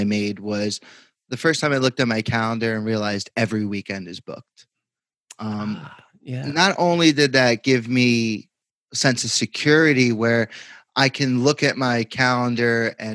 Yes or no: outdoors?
no